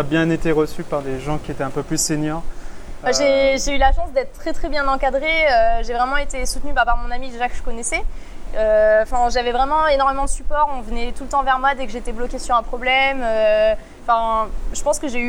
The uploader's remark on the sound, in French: Désolé d'avance pour la qualité son, capté en extérieur lors de la conférence BestOfWeb Paris.